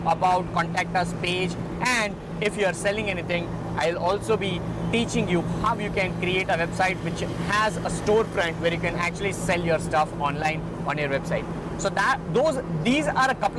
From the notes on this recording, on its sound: I did this episode while I was on my way back to my place today. I am in love with my RodeMic & Gorilla Tripod which are making these kinda podcast episodes happen while I am driving.